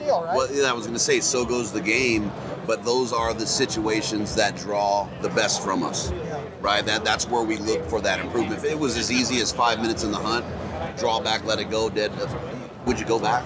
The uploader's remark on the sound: Live From Hunt Expo 2020